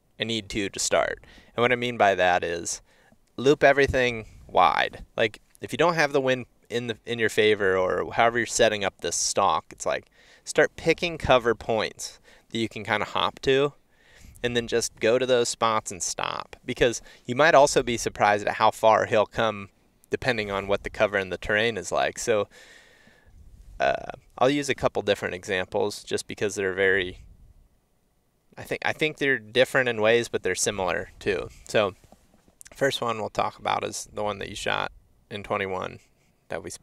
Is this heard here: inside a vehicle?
yes